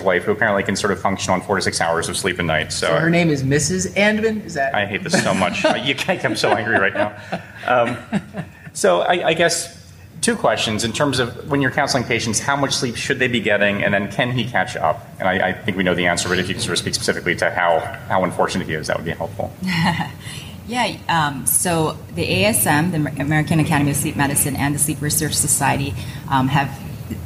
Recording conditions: live audience